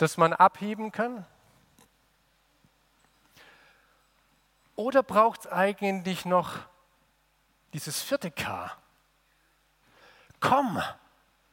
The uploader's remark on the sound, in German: Aus dem Gottesdienst der Liebenzeller Mission.